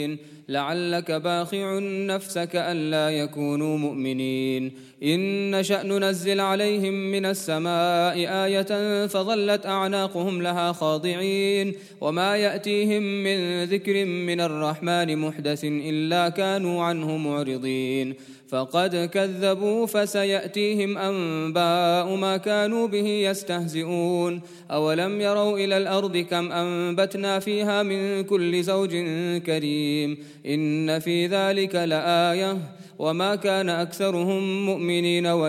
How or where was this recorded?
large echoing room